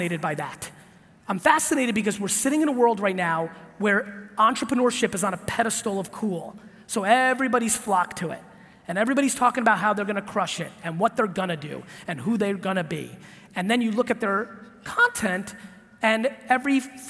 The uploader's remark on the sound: keynote and Q&A in Oregon for the Dutch Bros Coffee Leadership event